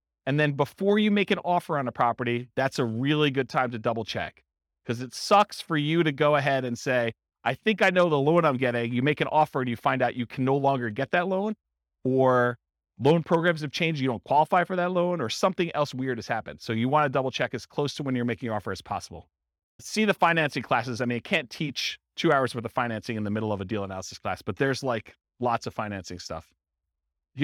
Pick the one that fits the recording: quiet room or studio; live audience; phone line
live audience